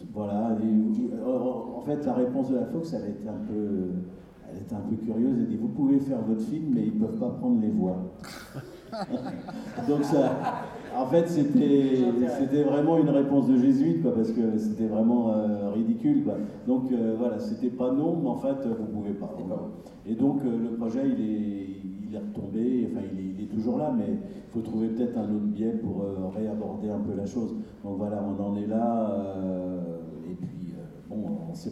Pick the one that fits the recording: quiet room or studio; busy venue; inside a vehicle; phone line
busy venue